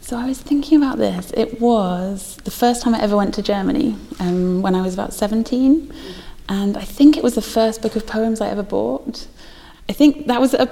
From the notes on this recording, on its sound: Visited The Poetry Exchange at St Chad's College Chapel in Durham, during Durham Book Festival, in association with Durham University Foundation Programme.